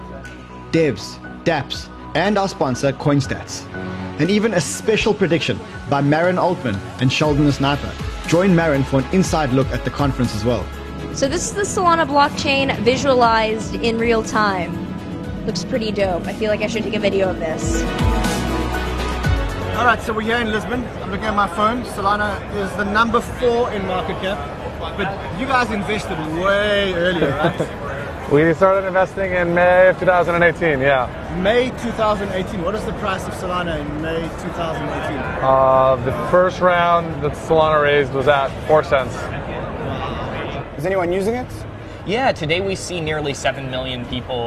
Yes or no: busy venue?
yes